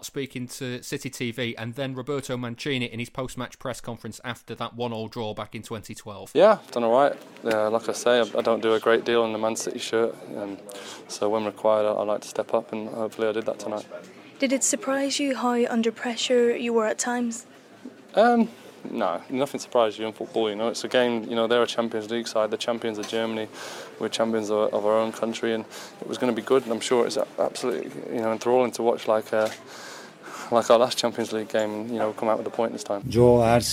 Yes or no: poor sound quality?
no